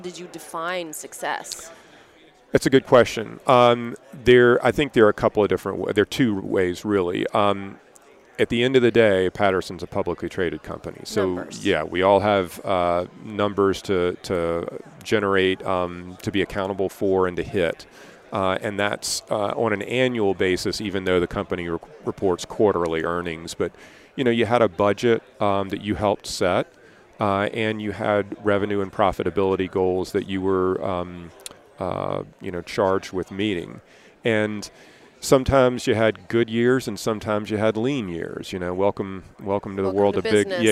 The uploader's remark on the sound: At the Voices of Dentistry Conference.